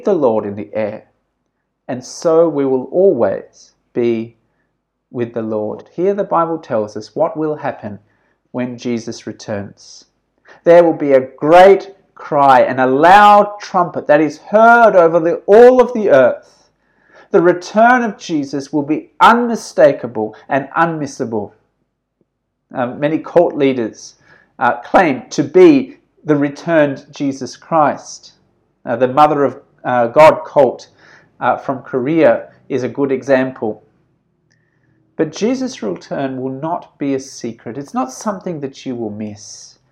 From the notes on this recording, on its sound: This sermon was preached at St George's Church, Penang on 8th November 2020.